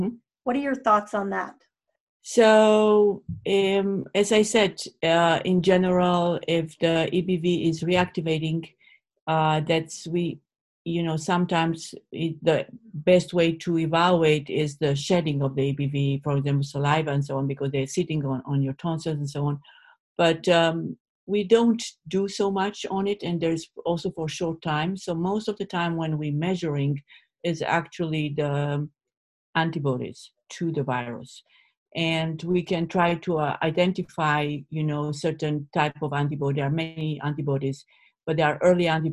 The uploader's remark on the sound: This interview was originally recorded as part of The MS Gym's 2020 virtual Thrive Summit